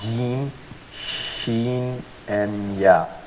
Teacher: Middle of the tongue comes in contact with the upper roof. · Term: shajari letters